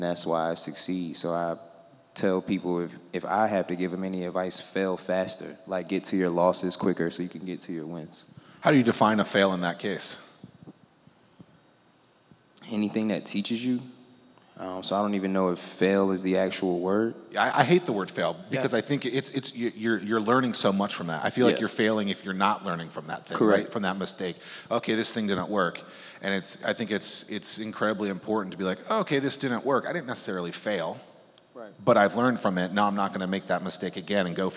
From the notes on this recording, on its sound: This episode is part one of three Fervent Four Show episodes that were recorded at the Mighty Dream Forum.